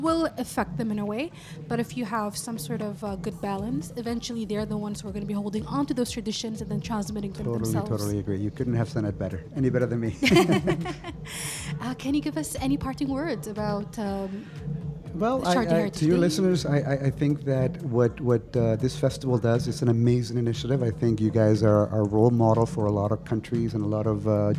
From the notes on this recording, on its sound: Live from SHD 2023